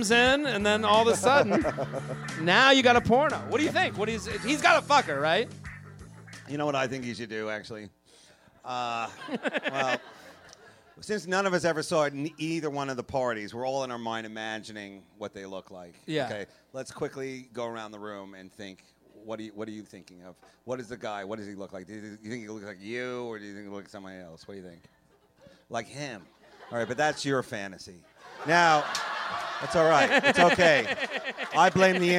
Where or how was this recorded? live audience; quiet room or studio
live audience